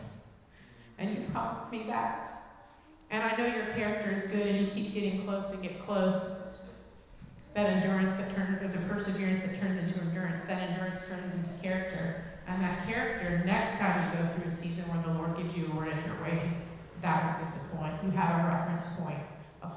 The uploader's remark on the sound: Recorded live in Liberty Church on 25 June 2023